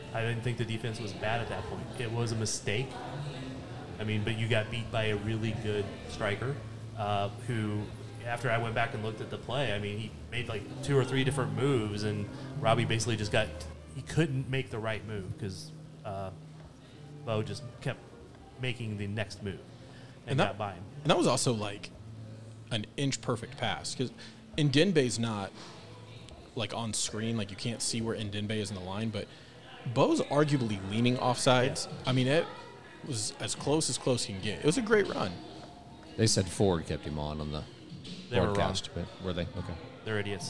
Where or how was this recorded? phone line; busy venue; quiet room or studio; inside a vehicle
busy venue